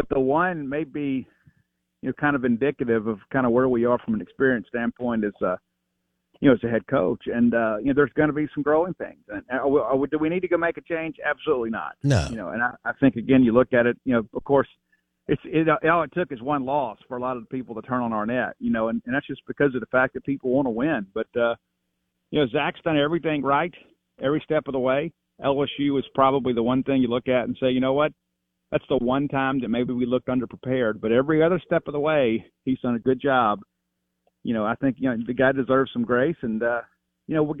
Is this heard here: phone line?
yes